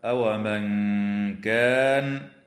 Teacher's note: حكمها الإخفاء الحقيقي مع الغنة مرققة